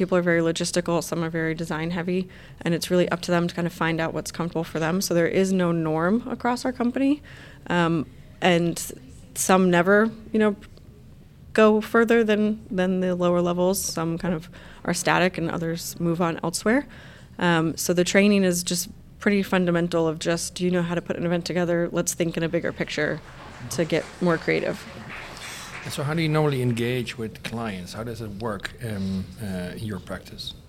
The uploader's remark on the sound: episode recorded live onsite at the Event Design Certificate Program Level 3 Cohort 45 at Concordia University in Montreal Canada